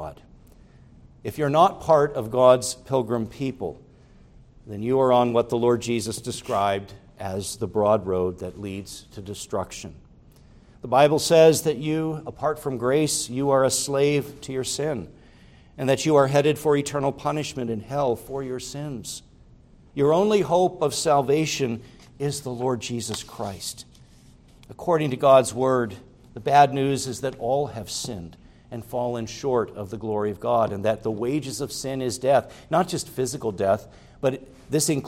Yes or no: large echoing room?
yes